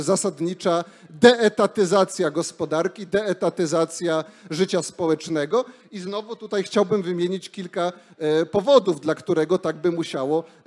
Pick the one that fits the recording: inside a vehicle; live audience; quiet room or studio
live audience